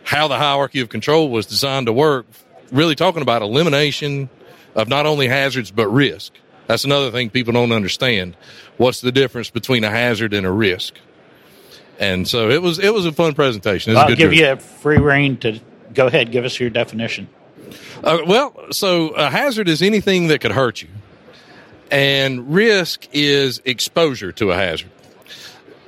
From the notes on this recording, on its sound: we are at the #Trees & #Utilities #2023 Conference